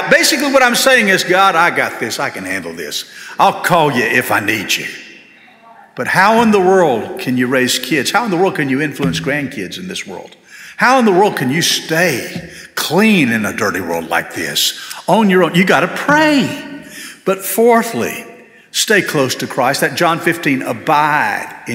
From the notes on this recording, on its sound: This sermon was delivered on May 7, 2023 at First Baptist Church Hendersonville, NC.